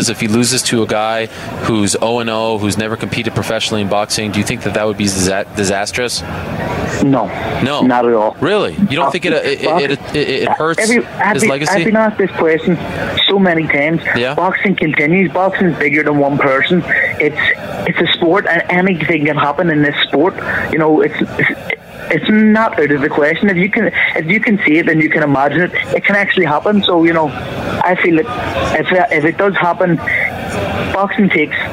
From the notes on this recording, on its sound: On this special edition of The MMA Hour, live from Las Vegas, site of Mayweather vs.